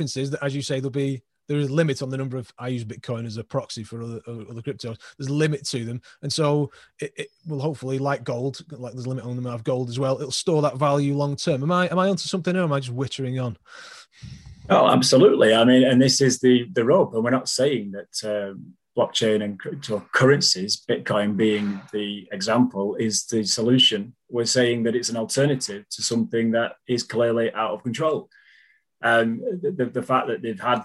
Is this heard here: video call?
yes